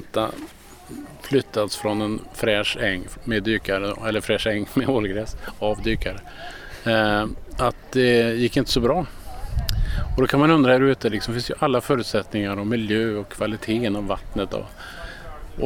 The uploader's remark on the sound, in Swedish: Live från Kosterhavets nationalpark